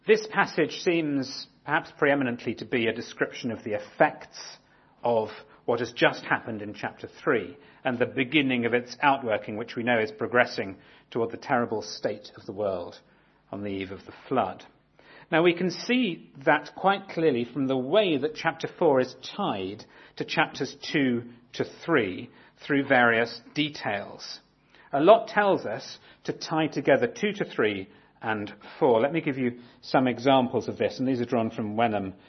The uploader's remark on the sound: talk on the murder of Abel in Genesis 4 from our 2017 conference